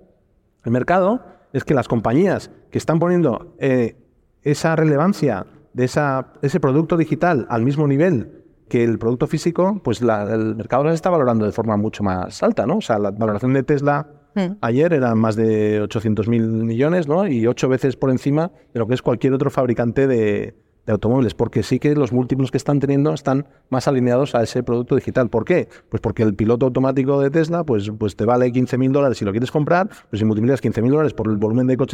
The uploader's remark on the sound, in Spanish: hemos grabado nuestro episodio 12+1 desde la Caja Mágica en Madrid